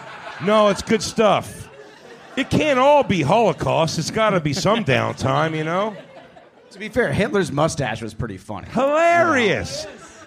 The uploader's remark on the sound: Live from The Stand in NYC. We return to The Stand Comedy Club in Manhattan for a riotously funny live panel in front of a sold-out crowd.